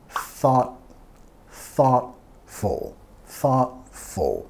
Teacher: vamos a enfatizar la primera sílaba